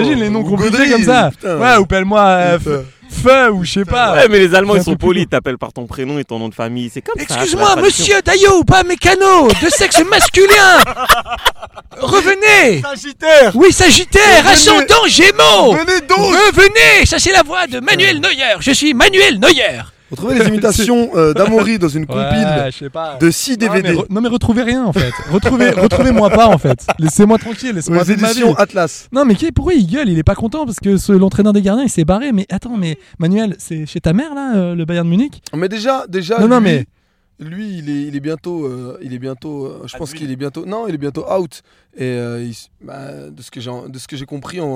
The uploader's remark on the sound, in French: Dans cet épisode enregistré à bord d'une voiture. Nos soucis de batterie.